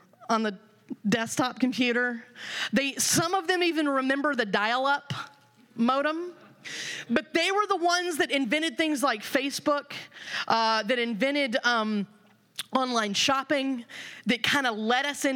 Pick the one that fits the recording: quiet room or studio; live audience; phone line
live audience